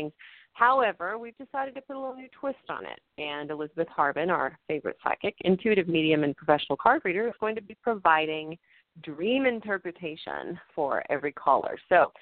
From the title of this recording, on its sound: A Call-In Show